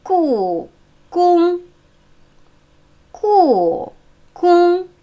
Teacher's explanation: Wieder war kein Ansaugeräusch zu hören.